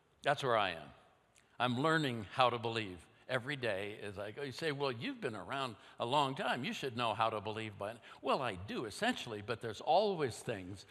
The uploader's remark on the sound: at Timberline Church